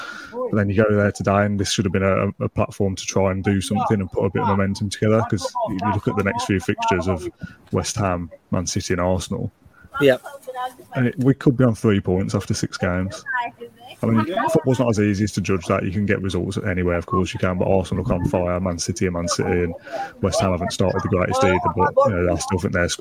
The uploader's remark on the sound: LIVE from Selhurst Park for another post match debrief